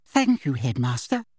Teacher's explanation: Her voice was high-pitched, breathy, and little girlish.